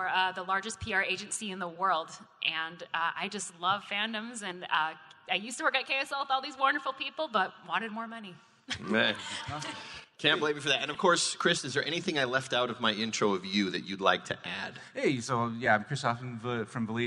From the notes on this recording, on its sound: Fan Effect at FanX 2022 (Live). This is a live recording for KSL Podcasts’ Fan Effect. The live recording of the FanX 2022 Salt Lake Comic Convention event.